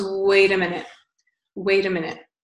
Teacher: And then at the end, he uses the expression, wait a minute, wait a minute. So in his American accent, he makes the T sound on wait sound like a D